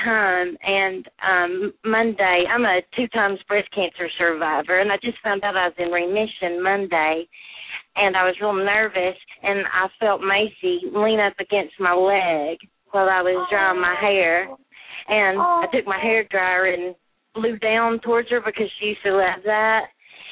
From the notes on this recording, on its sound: open up the lines for listeners to call